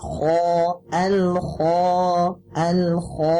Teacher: Ya, kita kalau perhatikan di situ kho di sini itu dibaca dengan tebal ya. Kho mempunyai sifat isti'la yang mana naik pangkal lidah kita ke atas ya